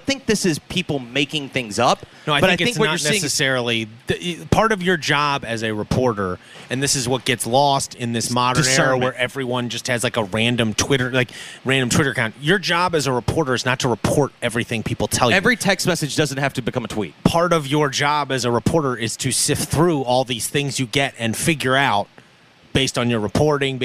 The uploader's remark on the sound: LIVE FROM THE FEDEX ST JUDE CHAMPIONSHIP AT TPC SOUTHWIND!